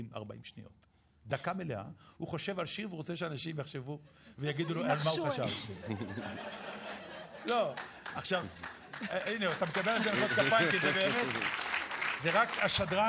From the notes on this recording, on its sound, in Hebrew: הרפתקה מחוץ לאולפן באולם הקאמרי 4 רגע לפני ליל הסדר 2012. התכנית הוקלטה מול קהל של כ-200 ממאזיני "ציפורי לילה עושות עניין".